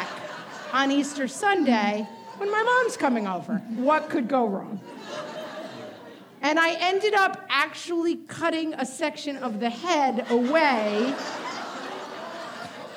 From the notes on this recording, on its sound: This week’s *bonus* episode is a recording of our first live show! More than four hundred of you showed up at the Chappaqua Performing Arts Center for “What Fresh Hell LIVE!”. A few brave husbands were also in attendance.